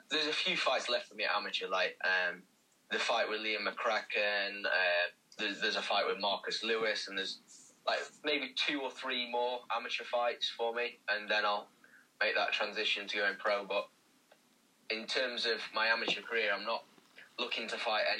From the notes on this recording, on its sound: Via phone call.